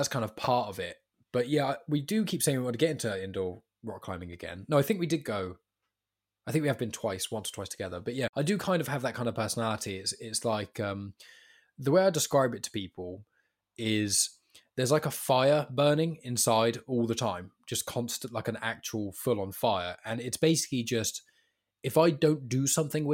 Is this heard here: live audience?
no